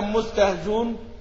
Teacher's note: يحذف الهمزة ويضم ما قبلها يضم للمناسبة لأن ما ينفع إن هيبقى لما يحذف الهمزة يبقى